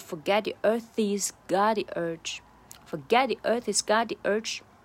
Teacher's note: 它就相当于把 h 给吞掉，就变成了 earthies 。啊，其实当然也是有轻微的 h，只是说它没有那么重的 forget theearthies，不会这样，就小舌音是几乎就没有了，所以就是 forget the earthies got theurge，forget the earthies got